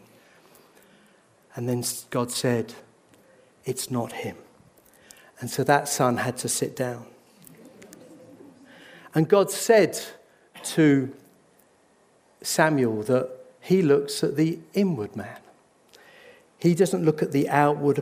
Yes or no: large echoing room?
yes